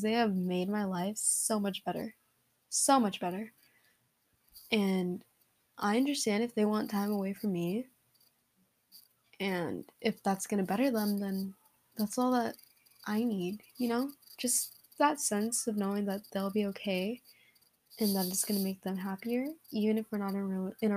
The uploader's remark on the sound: u can hear the mic moving AND NEAR THE END MY LAPTOP KEEPS GETTING NOTIFS